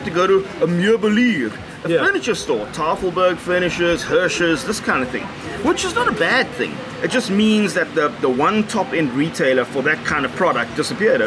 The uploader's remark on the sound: South Africa's most accessible consumer technology podcast escapes the Cape Town heat, but has a fan blowing directly onto the mics. Recorded at The Kitchen. Mixed and recorded on Samsung Galaxy S10 + Samson Go Mic.